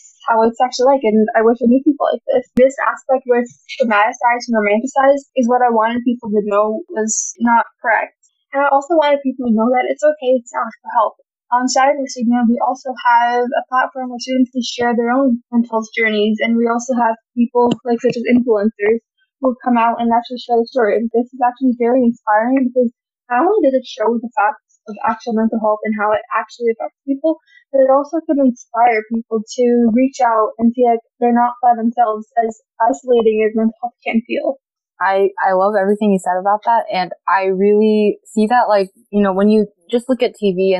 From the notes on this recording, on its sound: Please forgive the subpar audio quality in this episode!